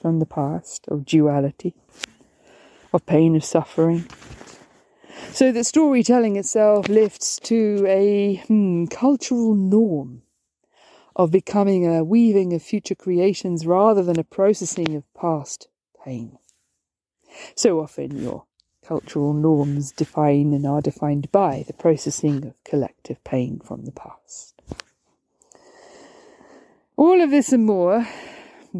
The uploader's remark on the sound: From the hills of Andalucía. Please excuse the noise! We were outside on a windy day, not expecting to record.